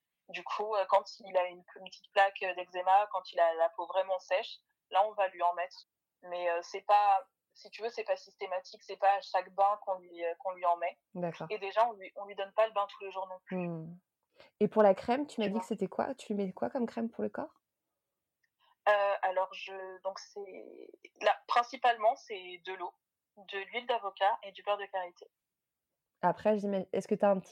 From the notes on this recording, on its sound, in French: Nous avons eu un petit problème d'enregistrement (oups) donc la qualité audio n'est pas la meilleure sur cet épisode.